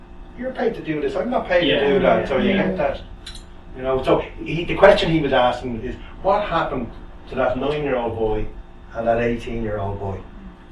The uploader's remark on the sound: Speaks at SRHE Technical, Professional and Vocational Higher Education Network Event - Developing Feedback Literacy: Key Challenges and Future Horizons.